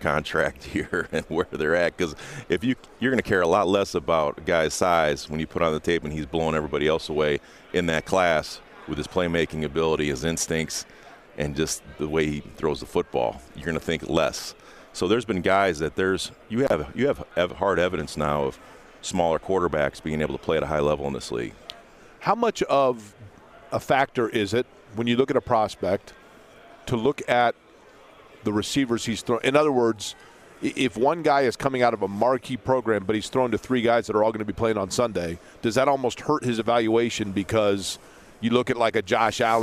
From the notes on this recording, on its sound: joins the guys live at the Combine